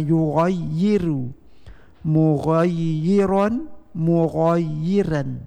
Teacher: Imam Waras melafadzkan ra dengan tarqiq karena sebelum ra tafkhim didahului huruf ya ataupun huruf yang berkasrah, maka ra dibaca dengan tarqiq tipis